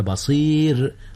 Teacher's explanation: رققت الراء لأن قبلها ياء وهي ساكنة